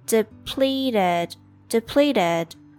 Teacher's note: The T in the third syllable pronounced a little bit like d